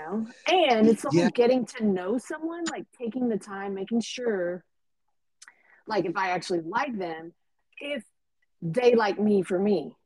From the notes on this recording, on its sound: Sorry audio was choppy :(